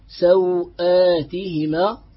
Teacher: فنقرأ بقصر الواو سوآتهما مع قصر البدل